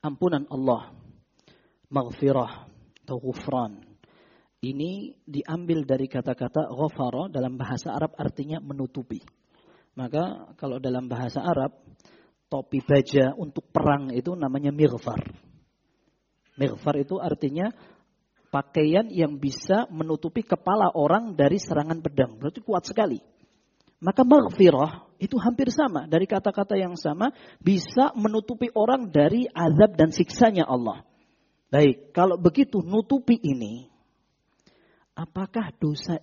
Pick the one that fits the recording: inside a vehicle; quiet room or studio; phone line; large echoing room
large echoing room